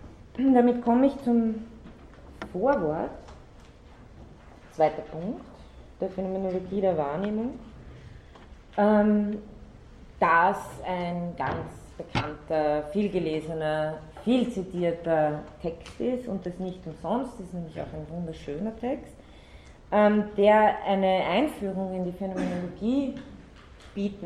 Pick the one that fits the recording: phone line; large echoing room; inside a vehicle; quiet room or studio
large echoing room